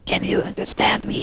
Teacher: have a very breathy voice quality